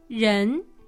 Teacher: You go up from about the middle of your range to the top of your range. · Term: rising tone